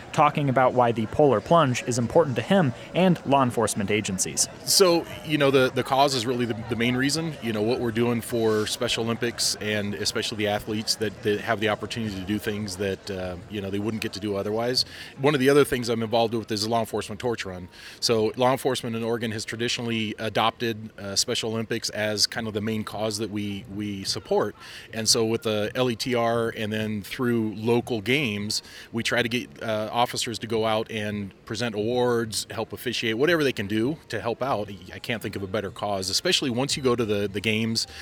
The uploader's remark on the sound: We hear from the students at the rally and the pained shouts of the people who participated in the Polar Plunge fundraiser